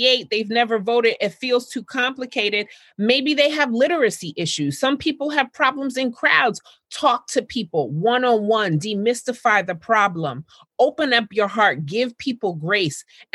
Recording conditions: video call